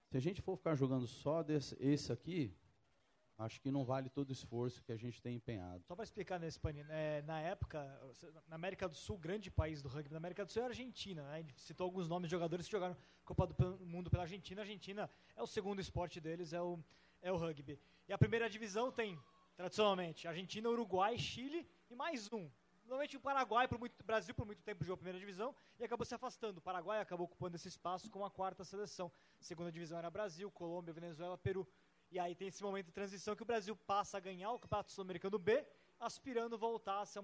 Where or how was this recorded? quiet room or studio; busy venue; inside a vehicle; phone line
busy venue